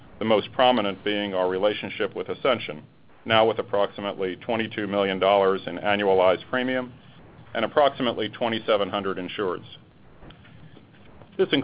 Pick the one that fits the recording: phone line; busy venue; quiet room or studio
phone line